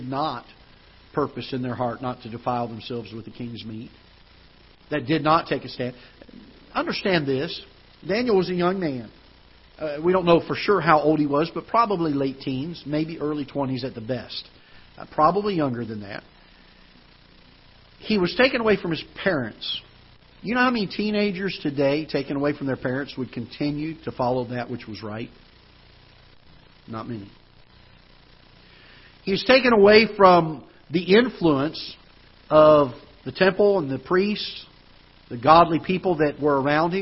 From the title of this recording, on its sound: Ketha Heights Baptist Church ~ Live Broadcast